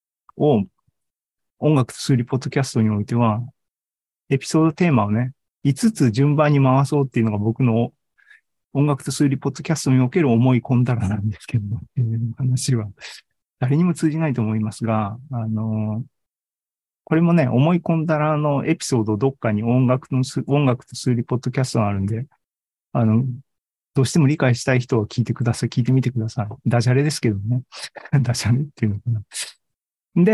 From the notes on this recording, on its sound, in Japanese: ２０２３年１月２５日に開催した ZOOMライブの模様です